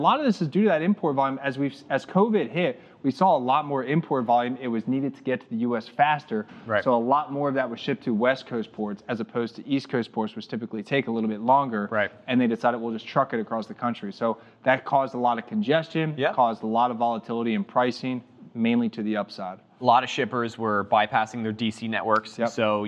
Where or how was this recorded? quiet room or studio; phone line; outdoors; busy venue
busy venue